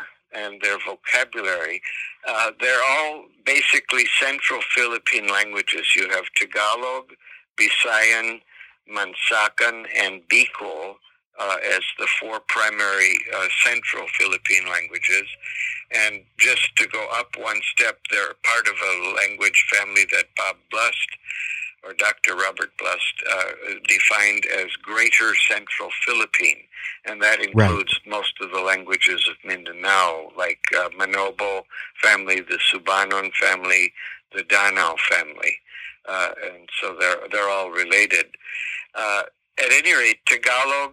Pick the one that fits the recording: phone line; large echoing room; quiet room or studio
phone line